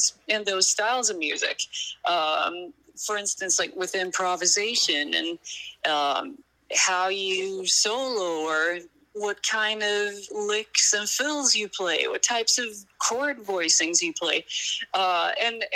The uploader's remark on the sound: Burnt the phone lines down all the way out to California. In the midst of all the noise.